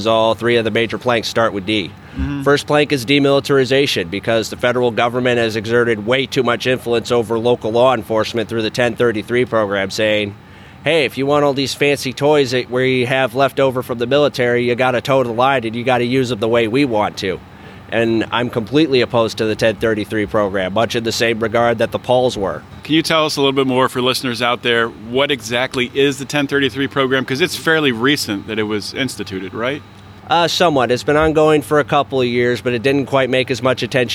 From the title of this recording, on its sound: Live from the LNC